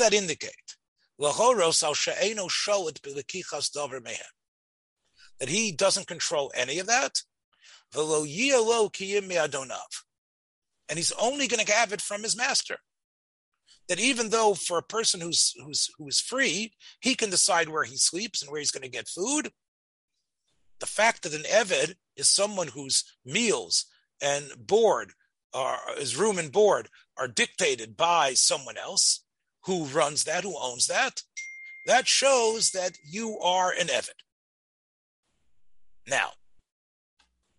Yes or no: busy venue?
no